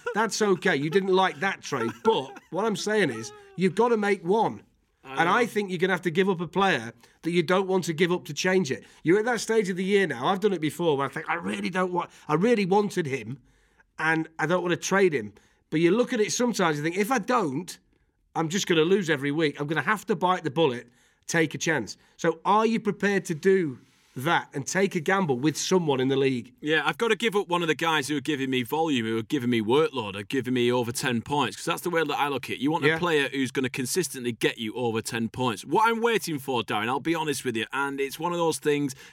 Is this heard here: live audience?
no